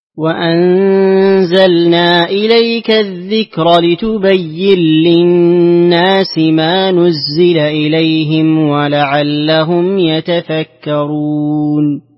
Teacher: أما في قوله لتبين للناس فإن فيها إدغام السوسي، إدغام النون في اللام، إدغام كبير